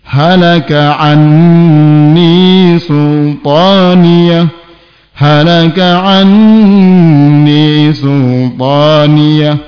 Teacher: Jadi dengung idgham bigunnah nun apabila tasdid gunanya menjadi sempurna.